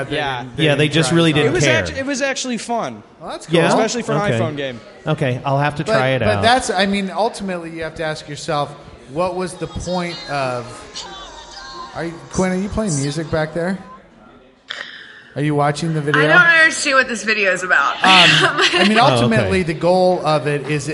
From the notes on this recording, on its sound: Live from the Fan Appreciation Party sponsored by Squarespace, at 8183 Studio in Kansas City. What a great turnout we had for our party. Discuss the state of interactive advertising with the audience.